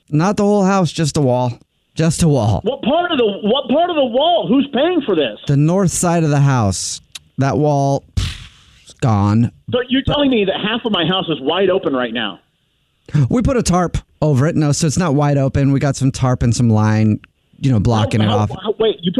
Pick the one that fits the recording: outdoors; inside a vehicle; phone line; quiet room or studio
phone line